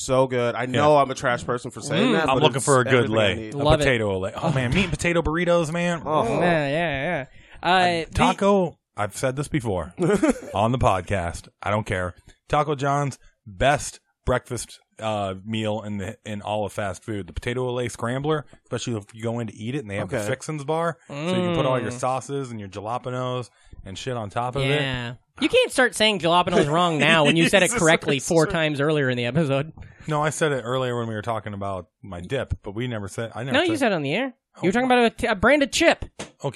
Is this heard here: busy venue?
no